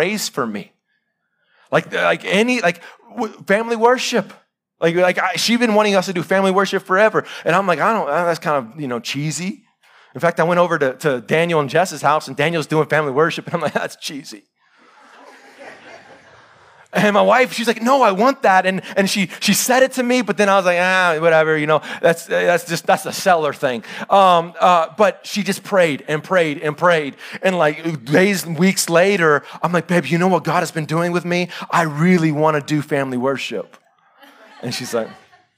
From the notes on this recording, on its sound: Live sermon recorded.